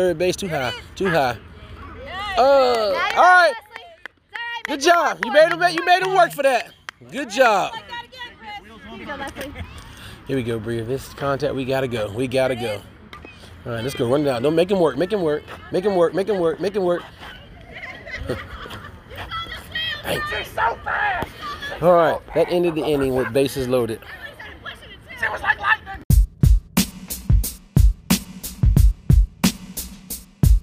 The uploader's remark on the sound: Live from the field!